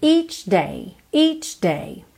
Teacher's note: Atenção a essa pronúncia do CH, porque a gente tem esse som tch, tch, só que ele é bem curtinho.